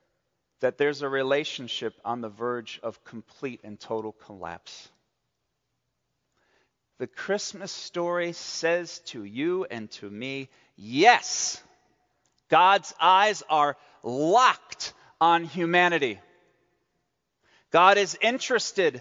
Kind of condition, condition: setting, large echoing room